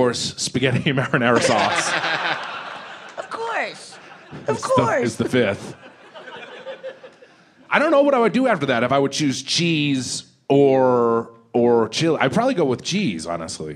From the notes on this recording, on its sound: Recorded Live at Wiseguys Comedy Club in the before times (March 10, 2020).